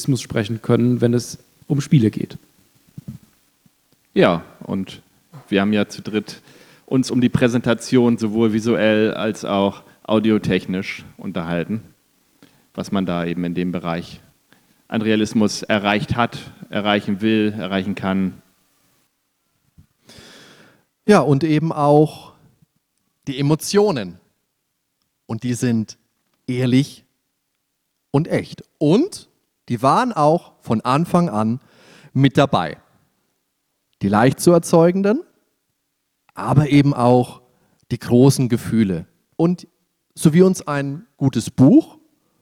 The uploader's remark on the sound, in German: Nerdwelten LIVE 2023. Produktion: GamesFestival23.